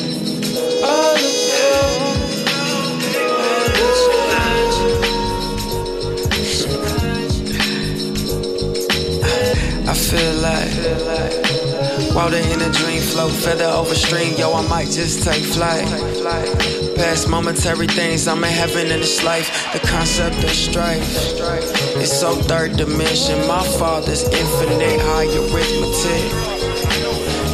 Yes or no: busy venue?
yes